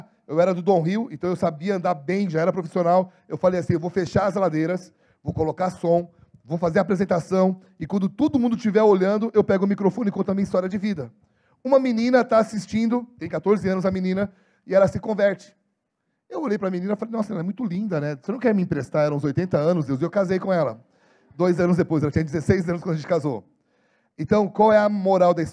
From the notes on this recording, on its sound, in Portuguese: Em nosso Culto de Celebração. Dia 06/11/2022 na Igreja ABA Curitiba (Transmitido ao vivo).